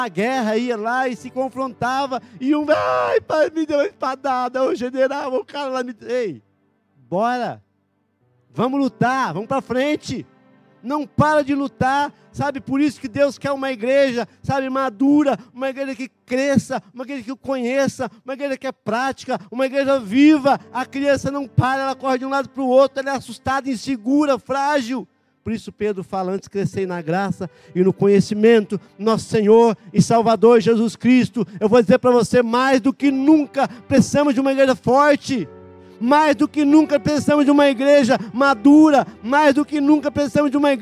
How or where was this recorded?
large echoing room